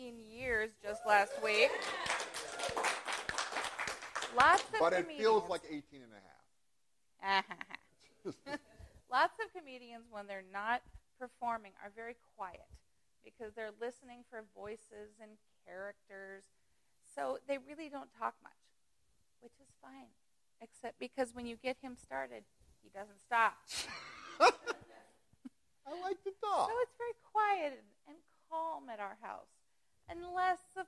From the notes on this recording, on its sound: the live audience goes wild